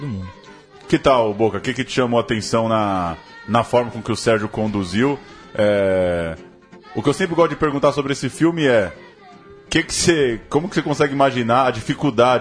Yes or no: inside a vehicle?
no